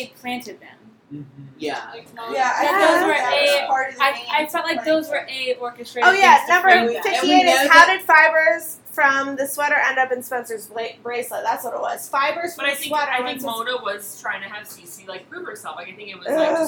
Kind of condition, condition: fault, background noise